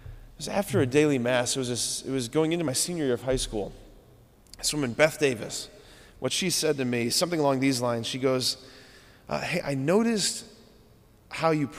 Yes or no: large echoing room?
yes